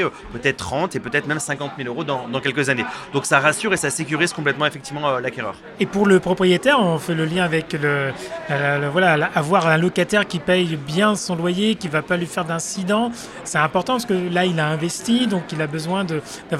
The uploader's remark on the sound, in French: Ce podcast a été enregistré à Immo, le congrès de la FNAIM, les 4 et 5 décembre 2023, à Paris.